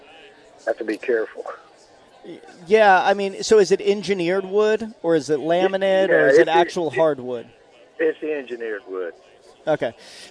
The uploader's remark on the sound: live this week from the First Alert Hurricane Expo